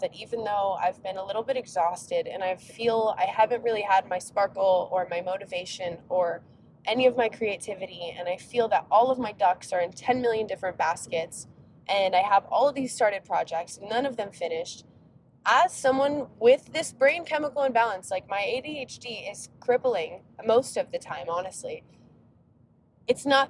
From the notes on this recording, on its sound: We are keeping today’s episode super casual as I record the podcast while on a 5 hour roadtrip!